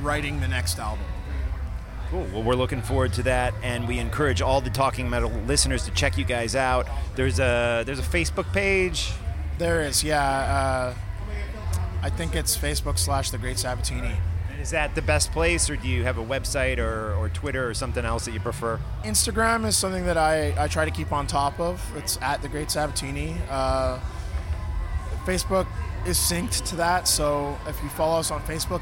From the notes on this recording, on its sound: 3 new interviews recorded at Heavy Montreal 2019